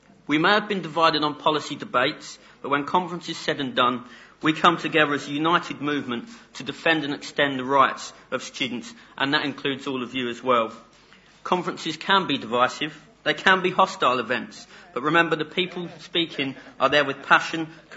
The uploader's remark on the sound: OUSAâ€™s 2008 Annual Conference was held in the old lecture theatre, Walton Hall.